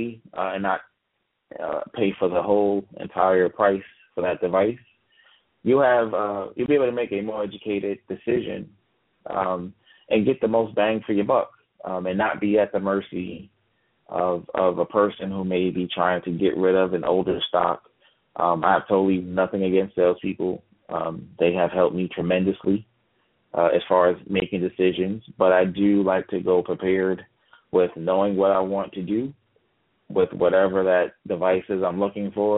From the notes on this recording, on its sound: Live Talk is a TABRadio broadcast call-in show where you the listener can ask questions about technology and computers.